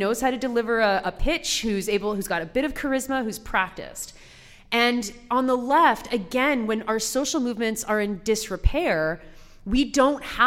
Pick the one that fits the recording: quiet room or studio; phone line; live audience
live audience